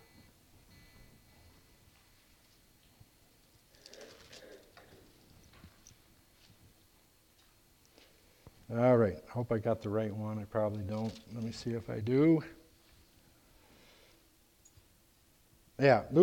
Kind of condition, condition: setting, large echoing room